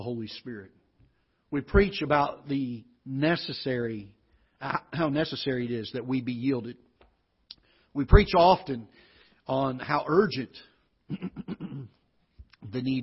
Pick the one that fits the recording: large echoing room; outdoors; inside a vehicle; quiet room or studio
large echoing room